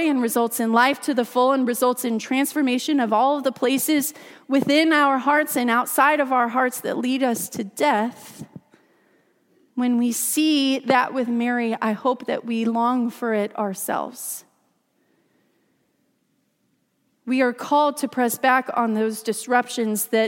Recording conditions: large echoing room